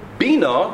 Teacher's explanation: Bina, with the emphasis on the earlier syllable, with stress there, is a request.